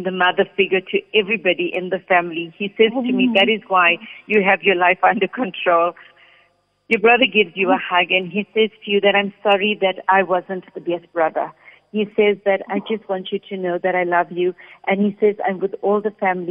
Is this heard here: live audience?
no